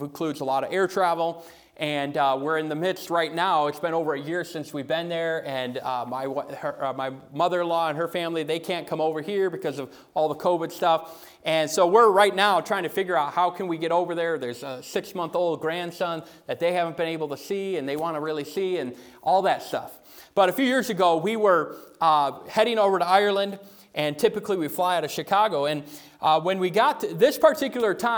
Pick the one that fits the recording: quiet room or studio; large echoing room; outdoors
large echoing room